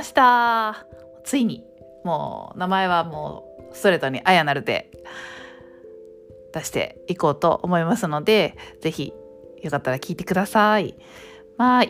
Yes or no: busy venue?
no